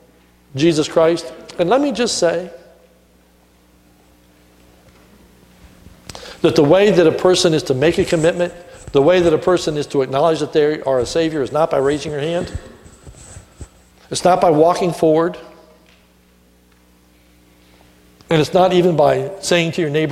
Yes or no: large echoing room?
yes